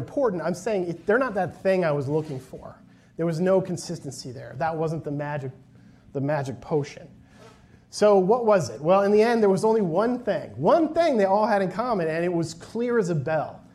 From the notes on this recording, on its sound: a presentation from the recent Wharton Leadership Conference